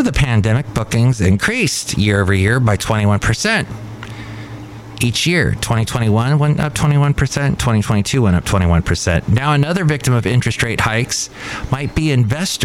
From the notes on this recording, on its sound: podcasts live from Café Anyway